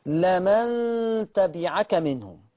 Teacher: اللام مفتوحة مش مكسورة، لمن تبعك